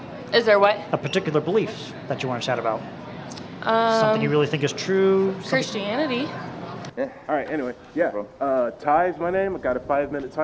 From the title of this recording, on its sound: Presentation | Let's Chat | Kentucky Freethought Convention